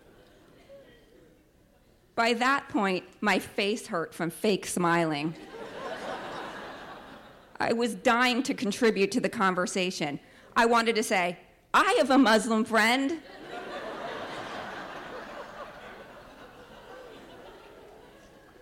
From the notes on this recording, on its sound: Both stories were told on stage at Lip Service in front of 600 people.